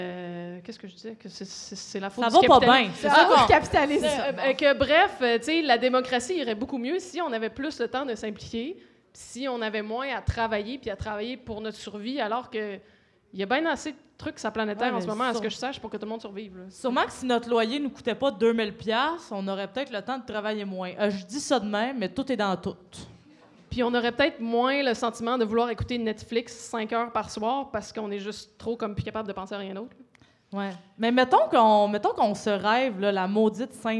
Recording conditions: live audience